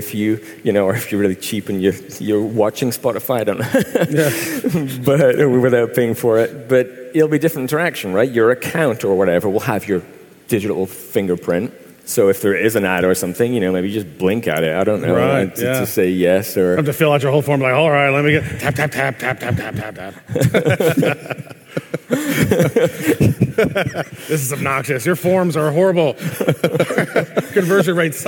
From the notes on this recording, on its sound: Recorded live on stage in front of 1,000+ people in Vancouver.